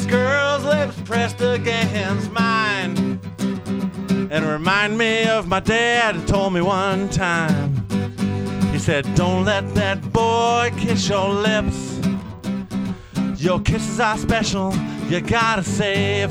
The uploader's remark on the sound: Recorded at a 9-foot homemade oak bar in a basement on the South Side of Chicago